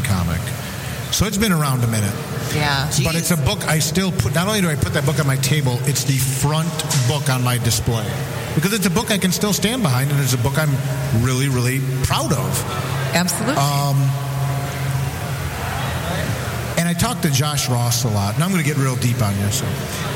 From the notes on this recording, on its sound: Live from Fantasticon Mt Clemens